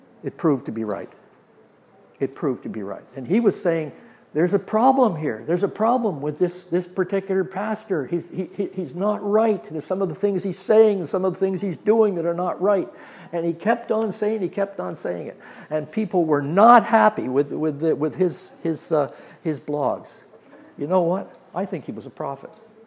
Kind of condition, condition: setting, live audience